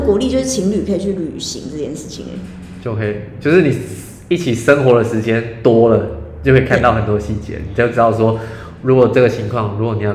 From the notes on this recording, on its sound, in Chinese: 我現在上架才發現錄的時候回音有點重。